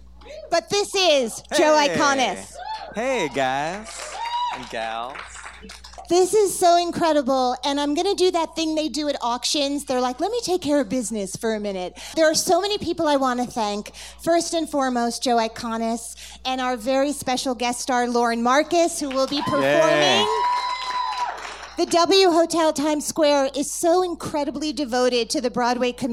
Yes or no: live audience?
yes